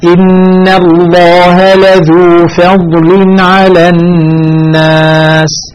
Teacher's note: إن حرف مشدد في غنة وهي مرققة، لفظ الجلالة مفخمة مغلظة اللام